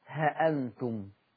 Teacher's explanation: ورش عن نافع يقرأ هذه اللفظة بحذف الألف. خلي بالكم من اللي بقوله، أول حاجة لورش عن نافع أن هذه اللفظة تقرأ بحذف الألف، فتقرأ ها أنتم.